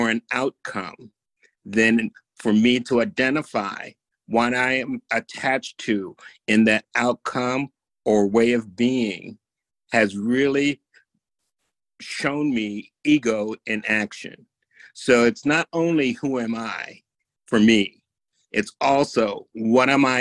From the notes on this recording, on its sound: In a Zoom meeting with Sri Ramana Center, Houston